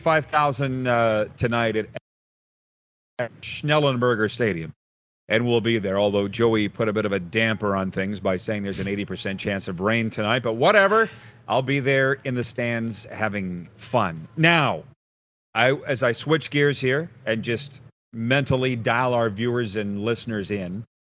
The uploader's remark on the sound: LIVE from the Boca Raton Bowl in Florida!